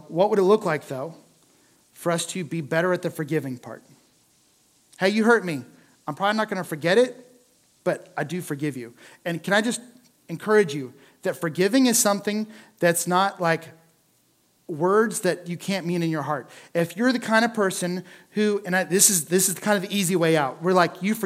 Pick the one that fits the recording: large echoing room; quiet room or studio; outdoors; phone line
large echoing room